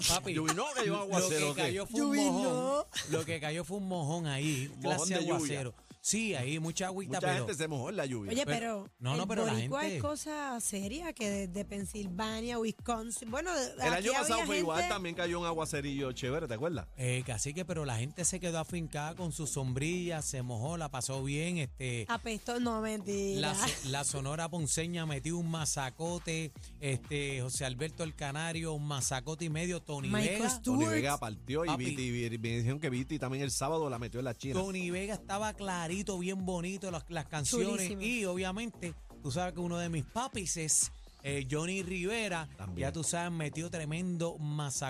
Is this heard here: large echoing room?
no